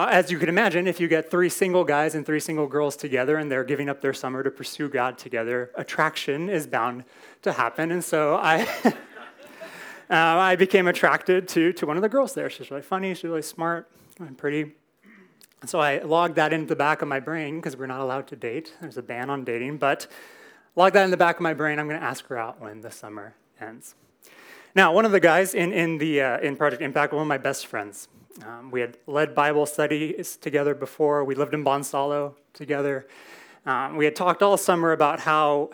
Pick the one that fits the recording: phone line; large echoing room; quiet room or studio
large echoing room